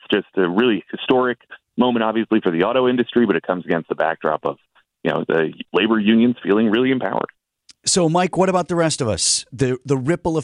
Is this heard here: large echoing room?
no